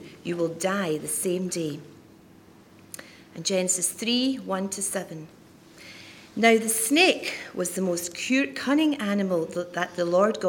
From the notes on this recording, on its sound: Audio Podcast of morning service.